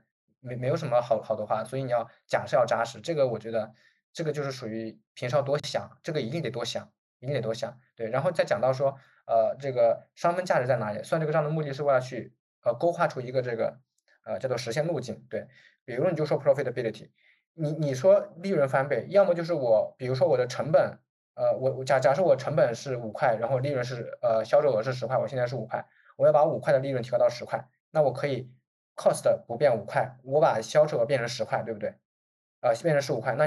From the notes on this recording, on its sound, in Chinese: 开展了一场线上圆桌交流。我们截取了其中部分讨论制作了本期节目。